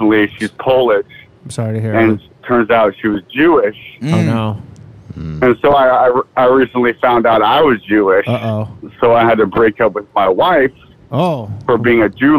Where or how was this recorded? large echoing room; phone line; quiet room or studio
phone line